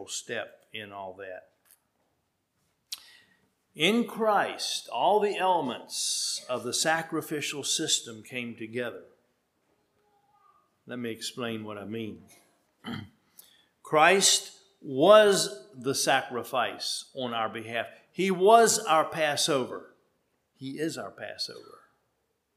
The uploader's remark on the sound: at Hephzibah Mennonite Church on February 26, 2023